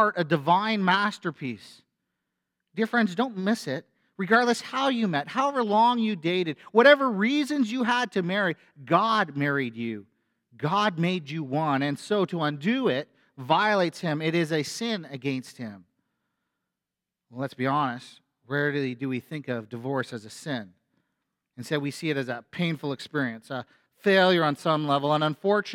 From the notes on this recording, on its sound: A sermon from FBC Church in Cobourg,